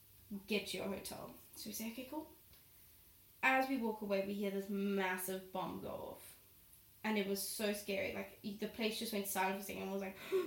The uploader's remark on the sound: i'm sorry about the sound quality - my laptop didn't recognise my mic while I filmed this and recorded the episode on my laptop mic